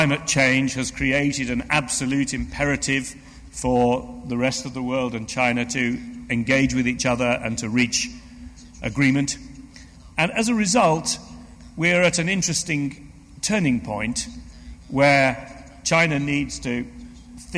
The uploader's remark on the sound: LSE Asia Forum 2010 - 15:30 - 17:00 - Plenary session. Followed by Q&A Session - Closing Remarks.